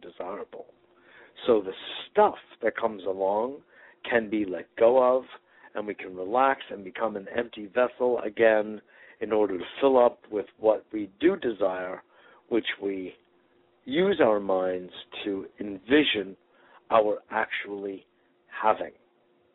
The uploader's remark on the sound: Today is a chance for listeners to call.